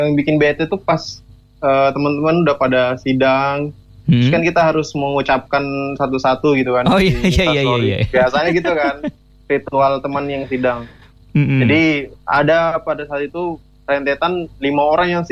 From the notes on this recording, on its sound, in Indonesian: Isi episode kali ini adalah rekaman siaran gua yg telponan. Soalnya buat di radio dan di podkes gua beda wkwk.